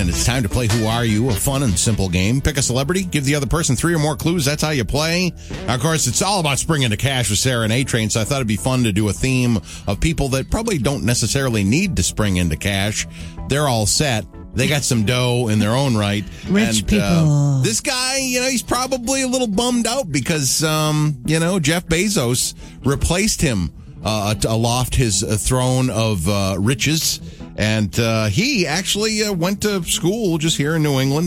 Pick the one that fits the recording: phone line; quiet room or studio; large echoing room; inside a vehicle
phone line